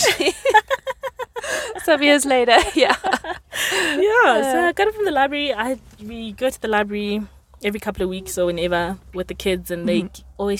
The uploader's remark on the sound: sit in the car and chat